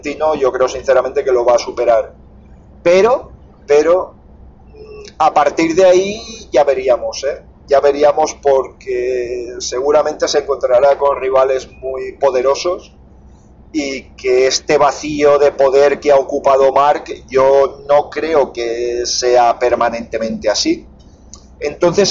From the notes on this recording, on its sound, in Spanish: Ah, por cierto, disculpad el audio que es espantoso.